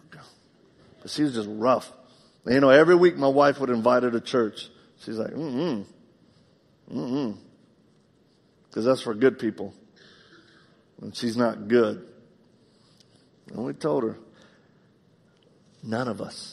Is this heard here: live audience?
yes